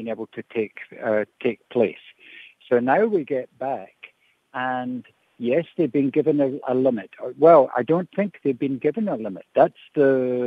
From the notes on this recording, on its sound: Guest on the line.